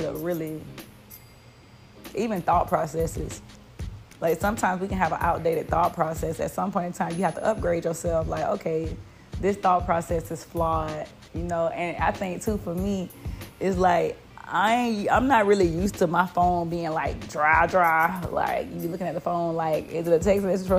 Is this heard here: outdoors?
no